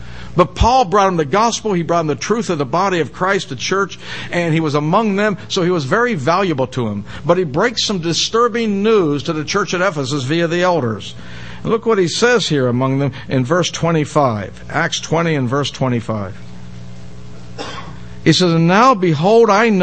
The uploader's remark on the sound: given in the most part at Hollywood Bible Chapel